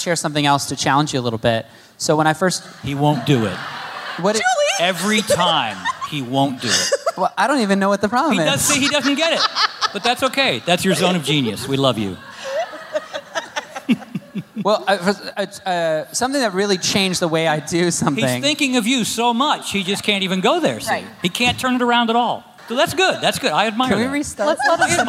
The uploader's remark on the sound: Live from the H*W Workshop